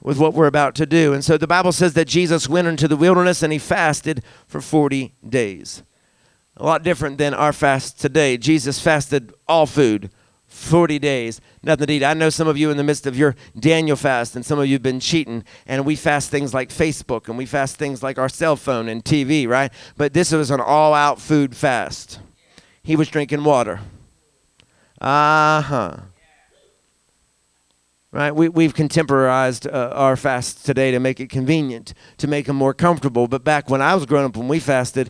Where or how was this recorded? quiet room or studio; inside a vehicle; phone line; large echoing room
large echoing room